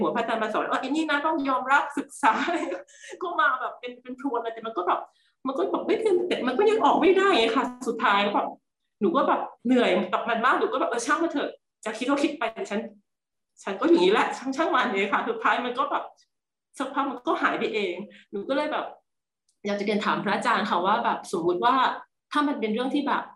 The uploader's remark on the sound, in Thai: คอร์สออนไลน์ (ผ่านโปรแกรม Zoom)